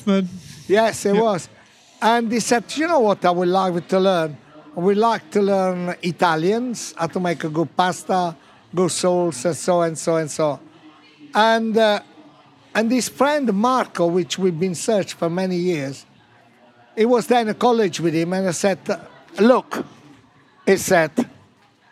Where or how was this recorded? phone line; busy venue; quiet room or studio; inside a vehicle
busy venue